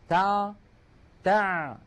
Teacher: العين الفصيحة أعمق إلى تحت أكثر